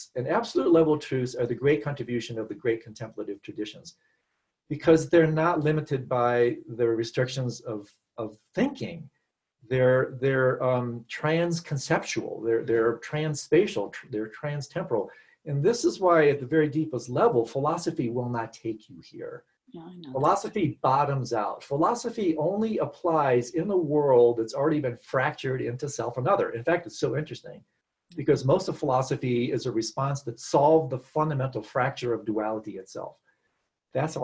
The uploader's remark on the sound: Virtual Weekly Hangout